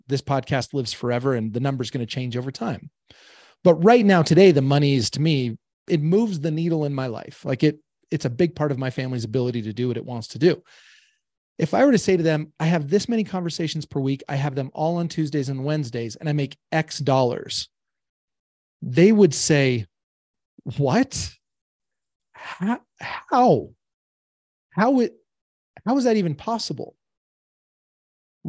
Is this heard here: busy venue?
no